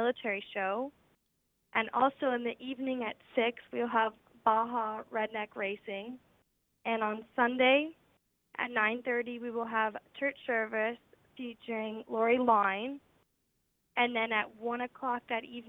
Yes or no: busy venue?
no